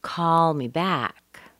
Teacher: It's part of the phrasal verb. So the a is nice and long and strong. It's not a really long word because it ends with a k, which is unvoiced.